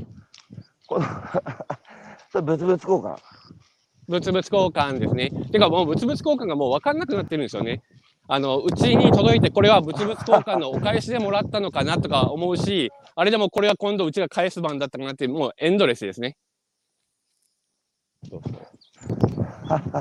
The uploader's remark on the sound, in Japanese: 歩きながら1時間、対談する。